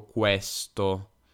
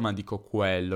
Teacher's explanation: Spesso io, io dico questi suoni con una E aperta, quindi non dico questo, ma dico questo.